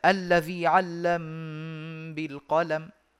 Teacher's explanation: أول ما فعلنا سكنا الميم فصارت ميم ساكنة بعدها باء ولذلك السوسي لا يدغمها وإنما يخفيها مع الغنة فيقول آه الذي علم بالقلم ويقول أيضا ربكم أعلم بكم إن